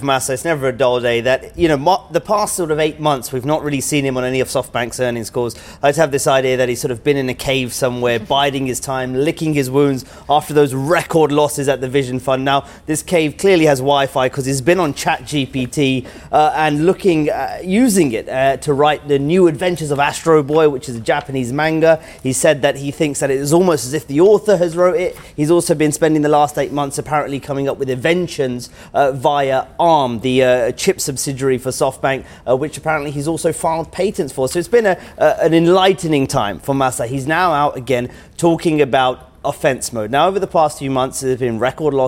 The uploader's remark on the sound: we are live in North Greenwich, London at the Ukraine Recovery Conference